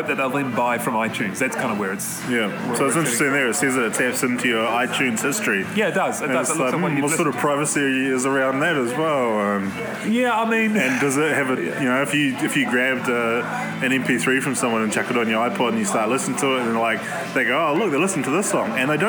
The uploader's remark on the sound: Live from the Southern Cross Bar